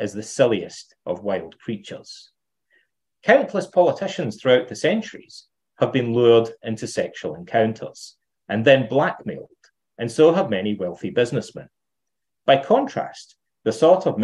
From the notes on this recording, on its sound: Plato’s Academy Centre virtual conference